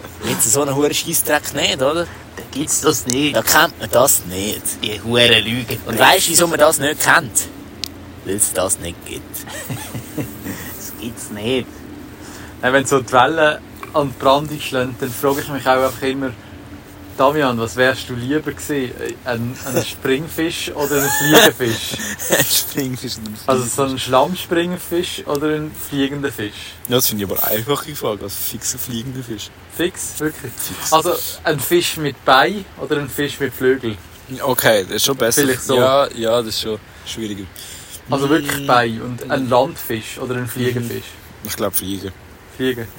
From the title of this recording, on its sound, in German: Live aus der Anflugschneise